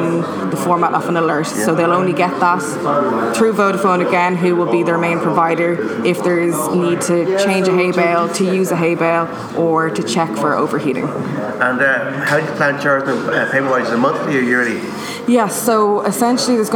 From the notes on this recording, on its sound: Irish Tech news will be doing some Podcasts at the IoT conference which starts today in the CCD